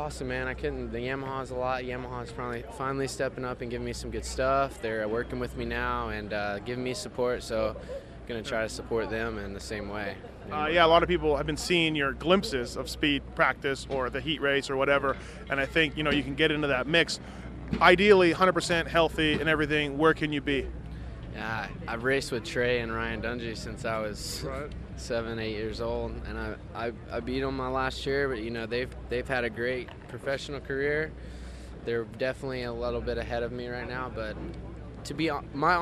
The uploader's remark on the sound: Post race interviews from Dodger stadium